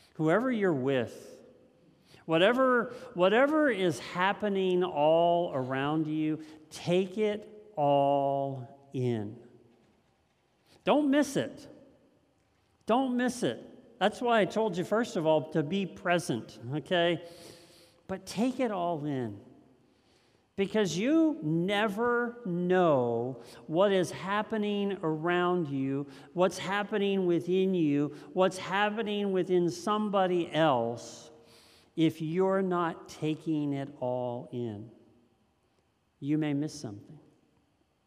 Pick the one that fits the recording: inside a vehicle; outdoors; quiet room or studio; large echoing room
large echoing room